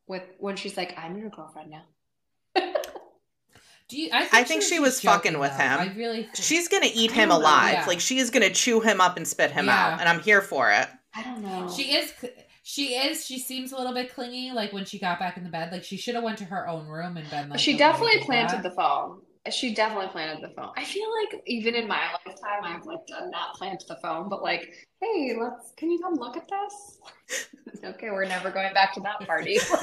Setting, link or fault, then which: fault, poor sound quality